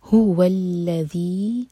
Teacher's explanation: ہو پر تھوڑا سا زور دے کر پڑھیں گے تاکہ واضح ہو. ہو الذی ذل، زبان ہماری اوپری والے دانت پر لگ کر تھوڑی سی ٹپ زبان کی باہر ہو، اور ذی ہم چار ہر کا لمبا کریں گے، یہ ہے مد منفصل، یہ ہم سیکھ چکے ہیں.